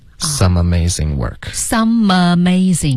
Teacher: 后面 some amazing 要连读